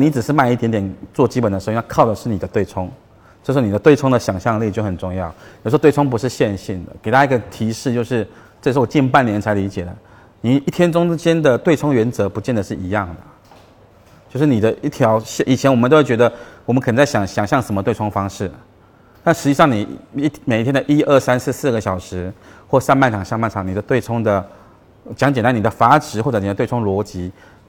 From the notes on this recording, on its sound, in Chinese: 本期音频来自2019DNOC期权夏季嘉年华，圆桌论坛部分内容分享